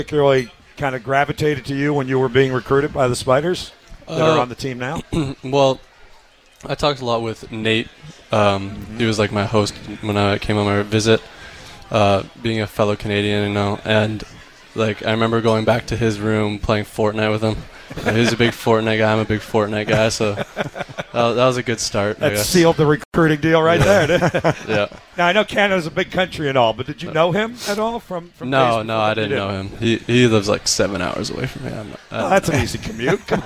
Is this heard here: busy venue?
yes